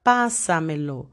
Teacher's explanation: Entonces, la última sílaba es el lo, la penúltima es me, la antepenúltima es sa y después tiene el pa. Entonces, ese pa es la sílaba más fuerte y viene a partir de la antepenúltima y ponemos acento gráfico o la tilde.